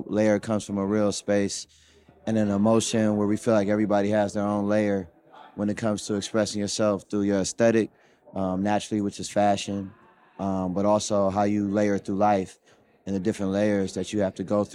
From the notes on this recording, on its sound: We Went LIVE at the FutureLAND Conference 2023